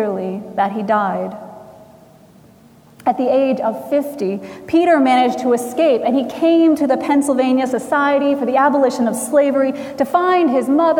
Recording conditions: large echoing room